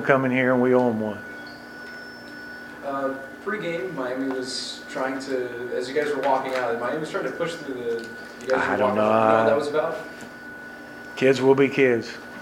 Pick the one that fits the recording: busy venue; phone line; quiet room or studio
busy venue